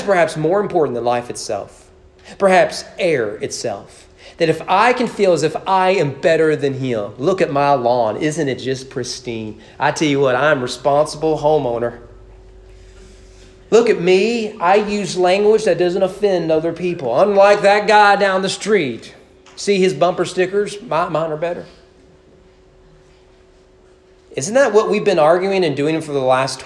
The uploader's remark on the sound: Sermon preached at East Frankfort Baptist Church on May 9, 2021 (Mother's Day) during morning worship.